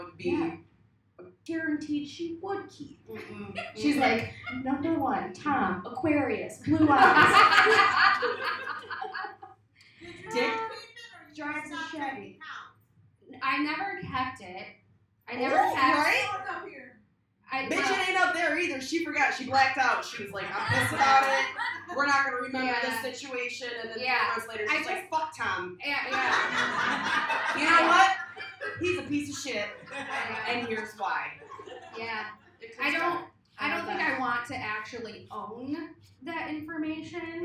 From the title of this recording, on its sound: Live at The Independent Comedy Club